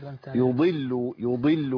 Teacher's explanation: يضل يضل لازم يبين الضاد، ضاد مكسوره اه لكن فيها اطباق وفيها استعلاء وفيها جهر وفيها شده، حرف قوي جدا يعني.